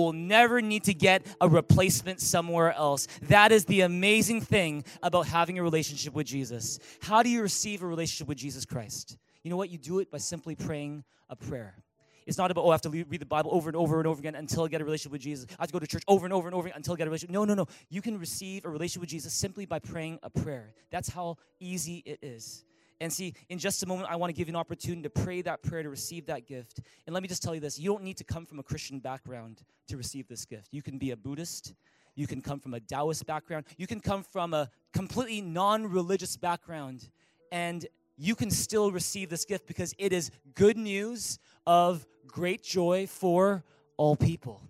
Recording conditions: large echoing room